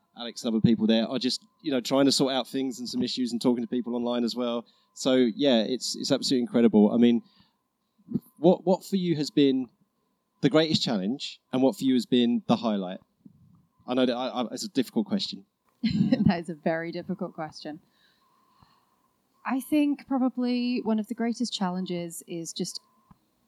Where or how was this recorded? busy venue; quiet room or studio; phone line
busy venue